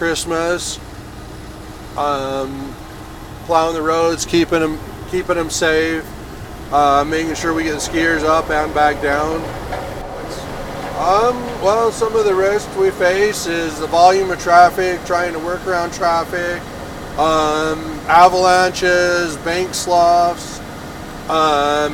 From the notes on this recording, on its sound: The Ski Utah Last Chair podcast takes a ride all the way up to Solitude and Brighton in Big Cottonwood Canyon with UDOT Cottonwood plow driver. Takes us up in a snowstorm riding shotgun in a 30-ton Mack plow truck. Riding the canyons in the dark at 4:00 a.m.